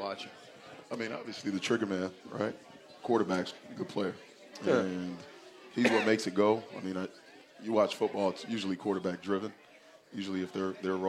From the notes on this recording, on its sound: Live From Kegler's Replay